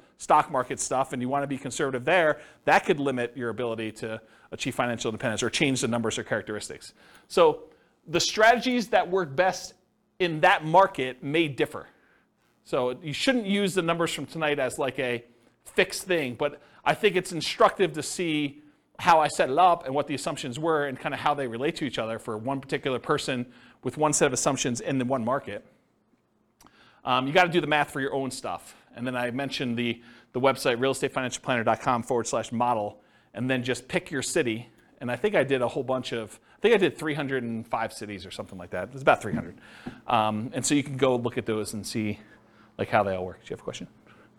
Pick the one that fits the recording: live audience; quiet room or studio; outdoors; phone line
live audience